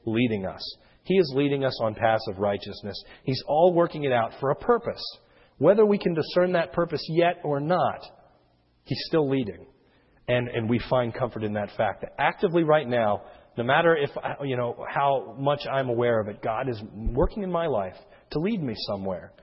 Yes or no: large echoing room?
yes